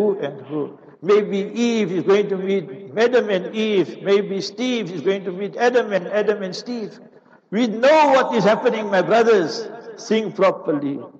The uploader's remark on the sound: Jumu'ah Lecture - Raisethorpe Masjid - PMB